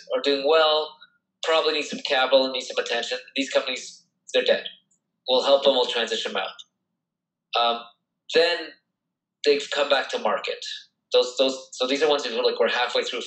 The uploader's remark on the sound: Audio Quality is impacted as the recording was virtual over the zoom call.